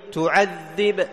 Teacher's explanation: إن تعذب اضطراب في الشفتين فقط · Term: القلقلة